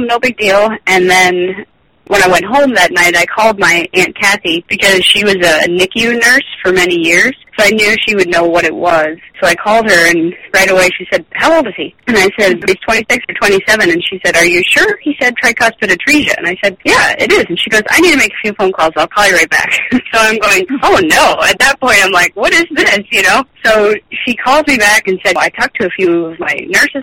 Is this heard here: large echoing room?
no